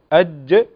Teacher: فالجيم هنا مقلقلة، قلنا لنا فيها شدة وفيها جهر